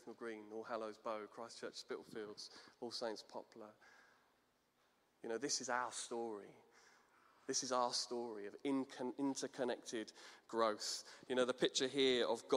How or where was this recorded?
large echoing room